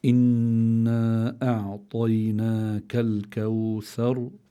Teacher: أقوى حالات الغنة لما بيكون هذا الحرف الذي هو حرف أغن في حال التشديد، سواء كان ميما مشددة أو نونا مشددة. فإذا هون يجب إظهار غنة النون لأنها مشددة